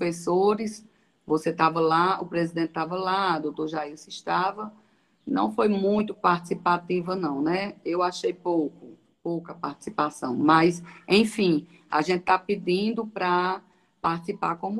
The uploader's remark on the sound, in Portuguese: Sessão Ordinária Virtual. As Sessões da Câmara Municipal de São Bento Paraíba.